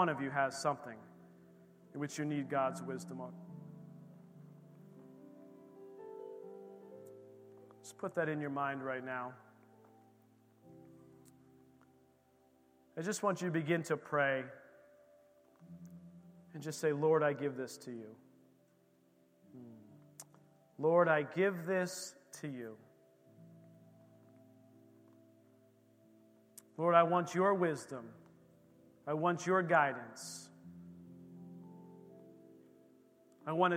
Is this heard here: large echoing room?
yes